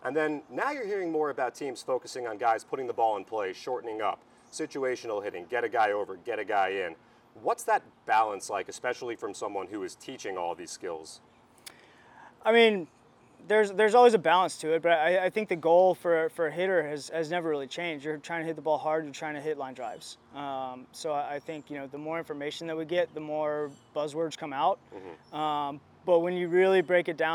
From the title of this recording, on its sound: Live From Spring Training